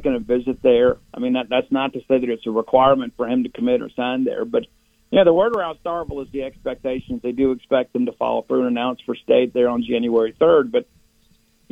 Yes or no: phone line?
yes